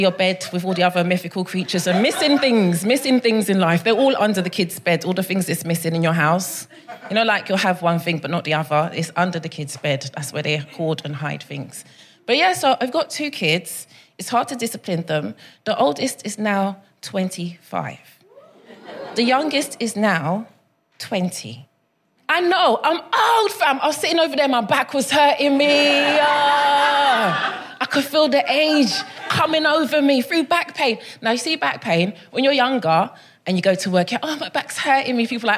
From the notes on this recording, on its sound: Recorded 16 September 2022 at 21Soho in London.